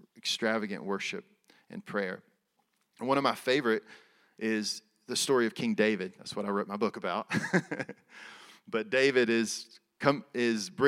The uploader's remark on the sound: Recorded at Resurgent Church in Atlanta, GA in February 2023.